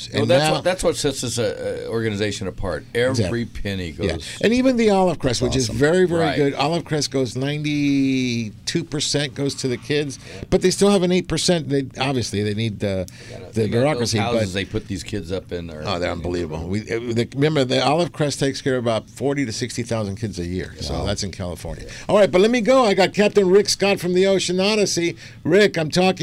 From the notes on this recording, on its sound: "LIVE" from Angel Stadium in Anaheim, CA. On AM 830 KLAA.